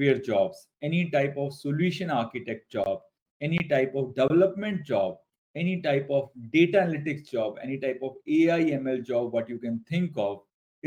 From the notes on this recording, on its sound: This episode is the recorded and edited version of the webinar.